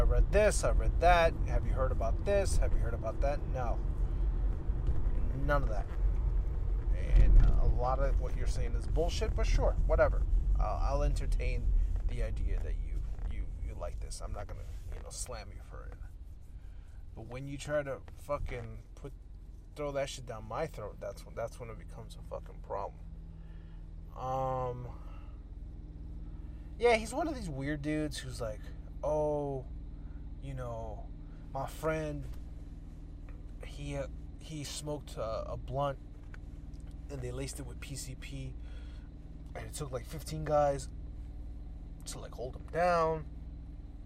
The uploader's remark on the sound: Car Edition! In my car.